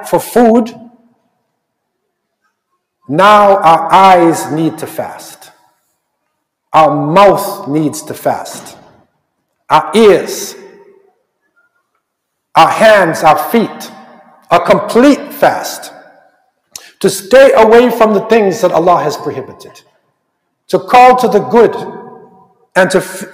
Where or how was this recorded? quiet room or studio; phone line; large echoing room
large echoing room